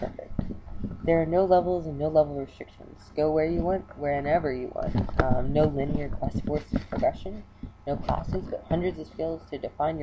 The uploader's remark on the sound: Srry for bad audio I didn't have my usual mic.